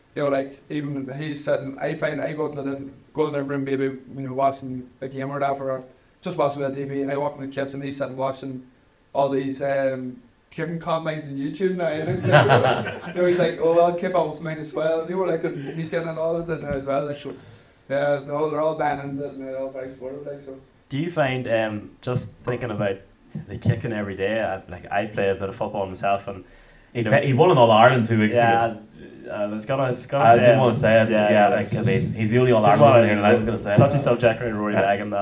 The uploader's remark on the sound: Live from the Hill Of The O'Neill in Dungannon